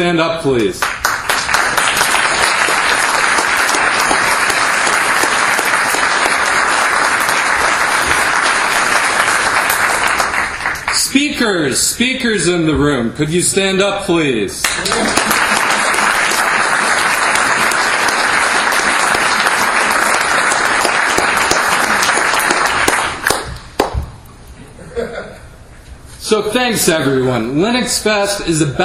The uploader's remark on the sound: the closing keynote at Ohio LinuxFest 2014 on 10/25/14